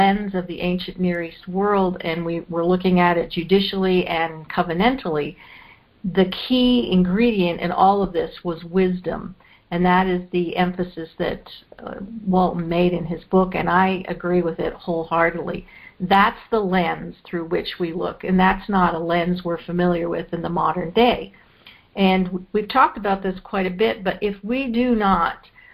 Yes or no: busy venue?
no